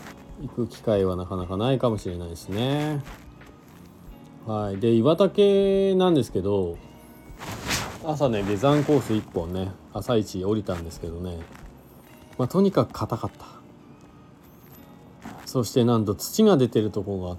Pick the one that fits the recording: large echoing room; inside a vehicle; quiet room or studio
inside a vehicle